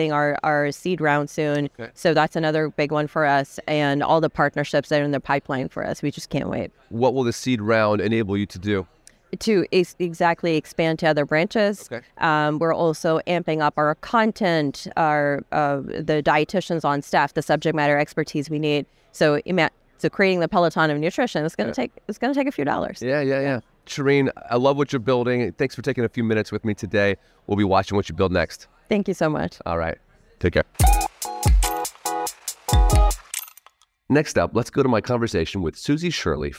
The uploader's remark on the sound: recorded at the ViVE 2023 conference in Nashville